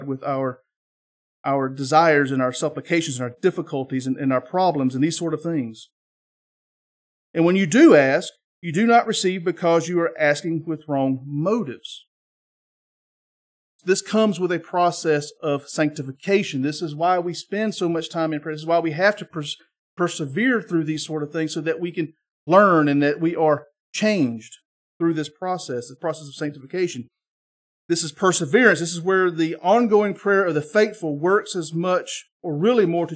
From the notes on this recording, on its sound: This is the sermon from our Sunday morning Worship Service on 8-6-23